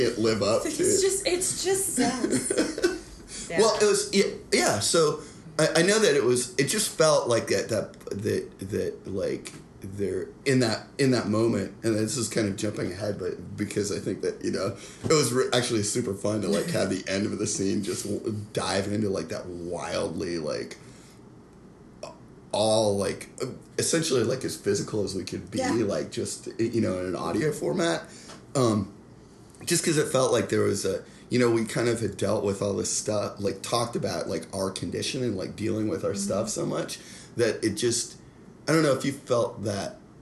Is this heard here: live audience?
no